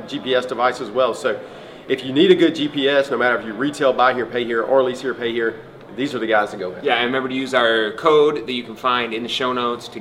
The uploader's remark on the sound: live interview at LHPH Summit 2022